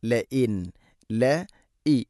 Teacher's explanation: ഇവിടെ ഇവിടെയും അതുപോലെ തന്നെ മിൻ അഹ്ലി അല്ല മിൻ അഹ്ലി മിൻ അഹ്ലിൽ കിതാബി ലഇൻ ഉഖ്രിജുതും ലഇൻ ലൈൻ ഉഖ്രിജുതും ഇങ്ങനെ ഓതരുത്. ലൈൻ അല്ല ലഇൻ ല ഇ ഹംസ ഉച്ചരിക്കണം. തൊണ്ടയുടെ താഴെ ഭാഗമാണ് മഖ്റജ്. ലഇൻ ലഇൻ ഉ ലഇൻ ഉ സാക്കിന നൂന് ശേഷം ഹംസ ഇസ്ഹാർ വെളിവാക്കി ഉച്ചരിക്കണം.